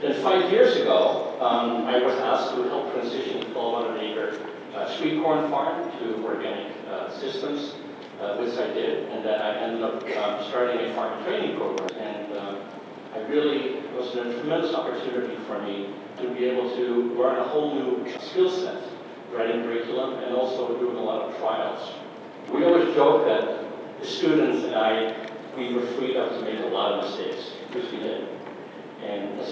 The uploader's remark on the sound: keynote address for the Organic Association of Kentucky conference in Louisville on March 7, 2020